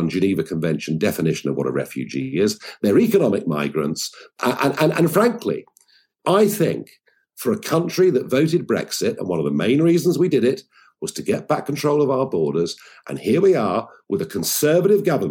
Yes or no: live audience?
no